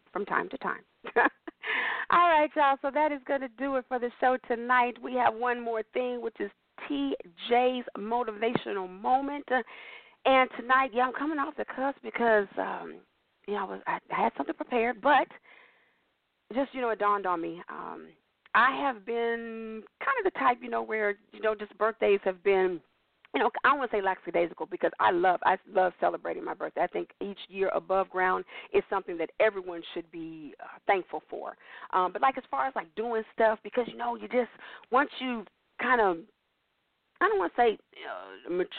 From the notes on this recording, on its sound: Your phone calls, comments, questions.